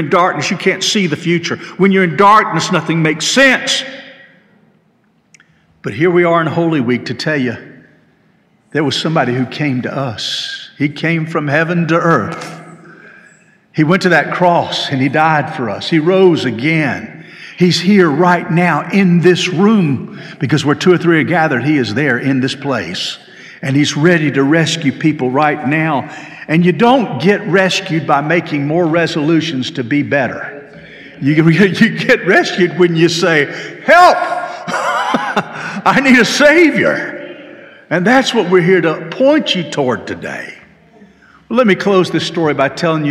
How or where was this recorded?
large echoing room